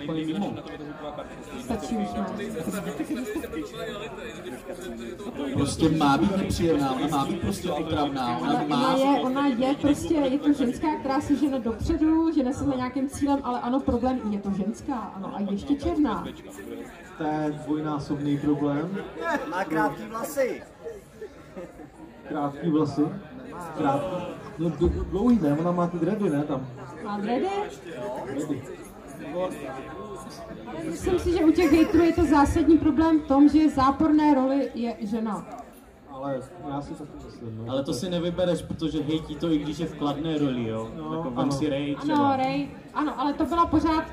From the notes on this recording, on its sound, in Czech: který proběhnul před živým publikem na KoprConu 2022